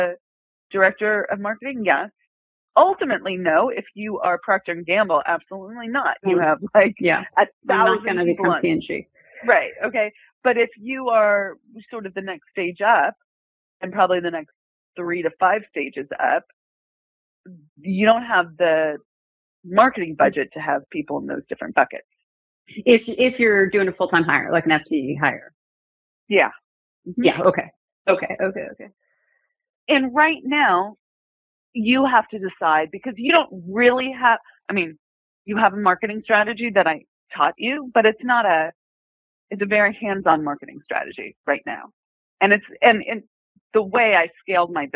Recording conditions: phone line